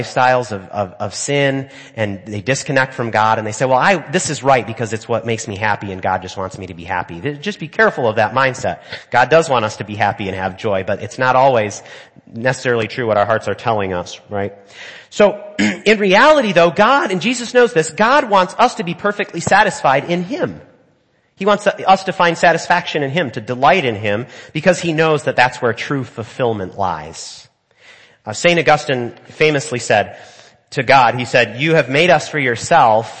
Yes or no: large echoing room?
yes